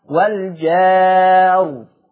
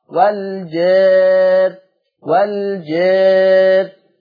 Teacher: لو فتحت الالف الماديه هفخم الراء وقفه، ولو انا قللت الالف الماديه يبقى هرقق الراء وقفا